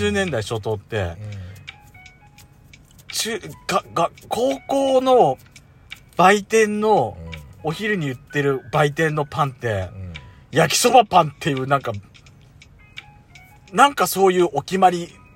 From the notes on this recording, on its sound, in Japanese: パーキング収録。2人組。